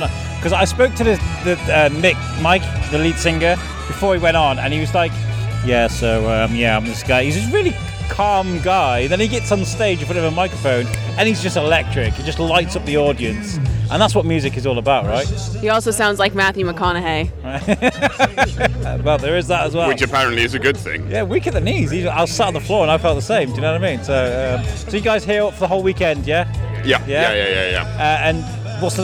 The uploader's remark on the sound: Shrewsbury Folk Festival 2021. Had the privilege of walking around with a mic for the day. The aim was to try and sample the festival via a podcast.